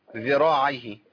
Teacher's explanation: عشان ما تبقاش ذراعيه بالزاي هي بالذال ذراعيه